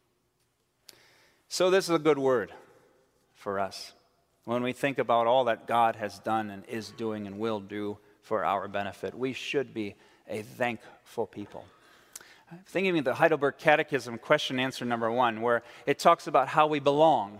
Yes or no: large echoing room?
yes